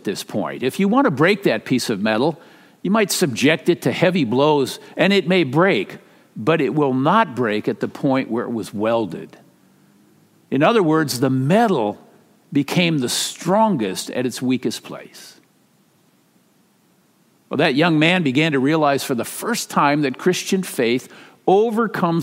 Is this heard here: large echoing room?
yes